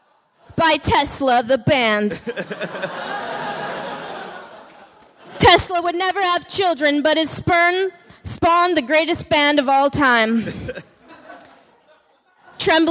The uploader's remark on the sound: Recorded at San Francisco Sketchfest, January 30, 2014.